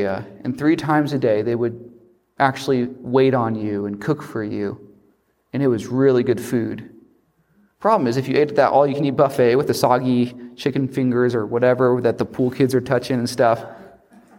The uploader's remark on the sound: preach a revival at Fortsonia Baptist Church near Elberton, Georgia